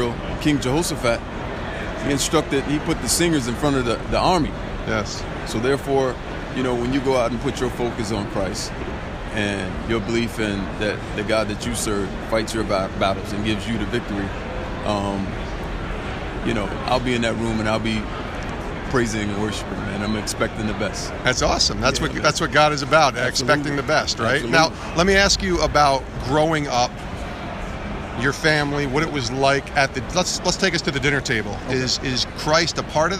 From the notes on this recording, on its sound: live from Super Bowl LII in Minneapolis